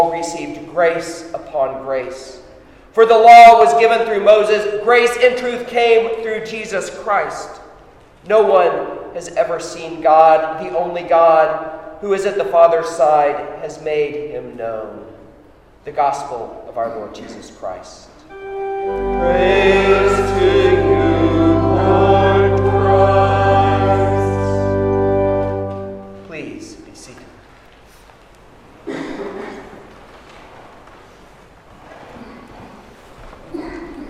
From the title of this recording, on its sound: Sermon at Holy Trinity Anglican Church